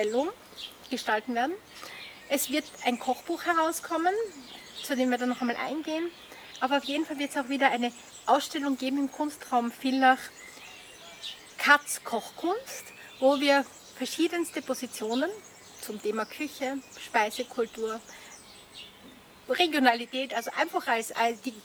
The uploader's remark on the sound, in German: Zum Gespräch im Garten. Wir verzichten auf ein Telefoninterview und ziehen es vor – Corona bedingt – im Freien zu plaudern.